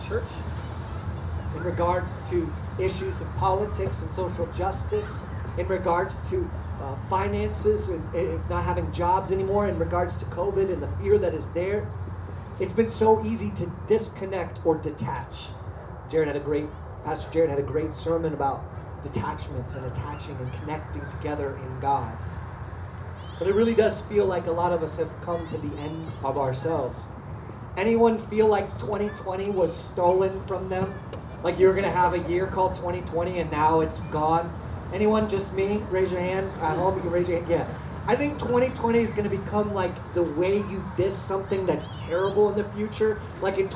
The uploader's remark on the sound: Outdoor Baptisms. We apologize for the audio as we were outside and dealing with some technical difficulties.